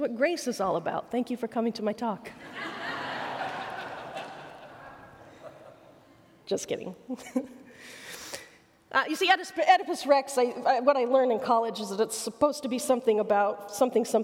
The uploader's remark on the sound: A talk from the Mockingbird Conference in Minneapolis MN.